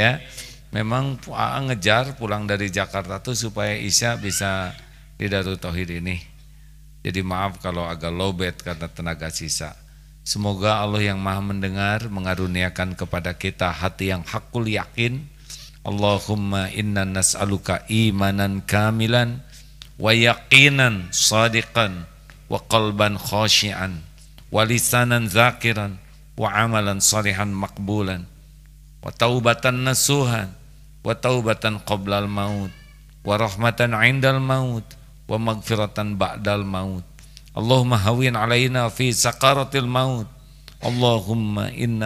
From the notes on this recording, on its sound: LIVE dari Masjid Daarut Tauhiid Bandung